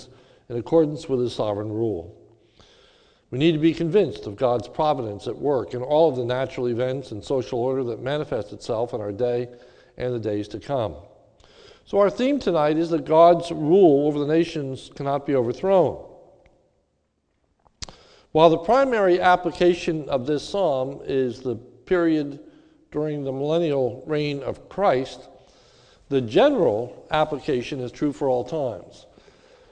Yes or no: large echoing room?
yes